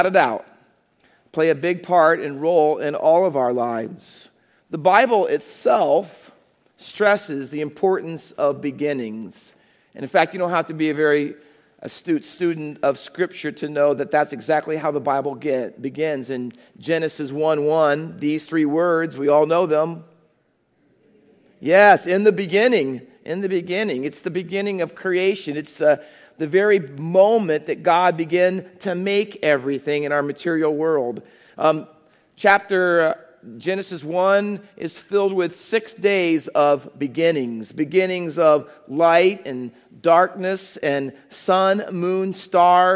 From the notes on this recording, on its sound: Faith Baptist Church in Hamilton, NJ.